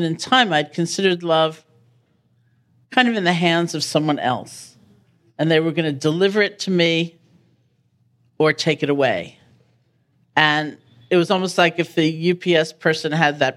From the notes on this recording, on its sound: This conversation was recorded live at the JCC Manhattan in 2017.